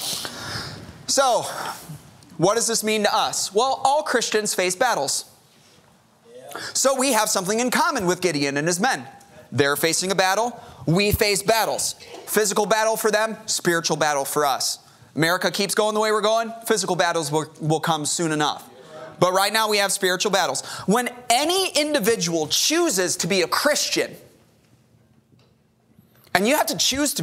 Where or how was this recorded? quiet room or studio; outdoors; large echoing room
large echoing room